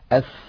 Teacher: وهي حرف رخو يعني يجري معه الصوت، أف قابلة للمط